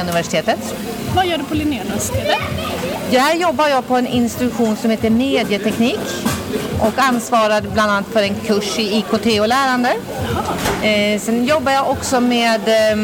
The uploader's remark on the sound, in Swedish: Andra avsnittet av tekniktjejer spelas in live under Science City lördagen den 22/10.